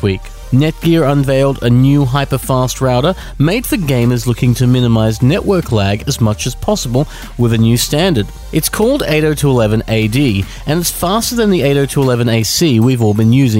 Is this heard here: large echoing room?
no